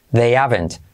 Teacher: Fíjate cómo me salto la H